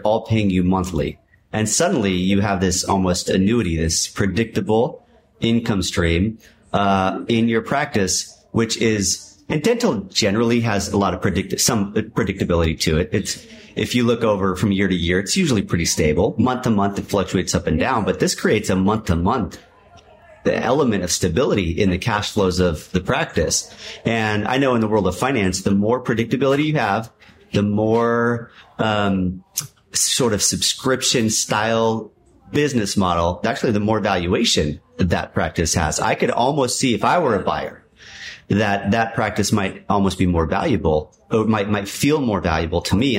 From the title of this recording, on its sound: Live at MDIBS CEO Roundtable 2023